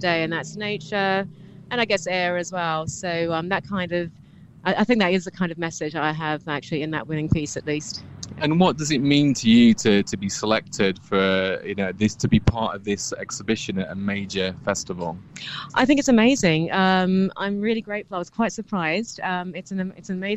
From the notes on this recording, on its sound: The Bloomsbury Festival Art Competition 2022. On Bloomsbury Radio at a private view of their exhibition at Spaghetti House gallery.